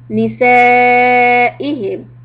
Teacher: after the mad متصل the hamza sound is separate · Term: مد متصل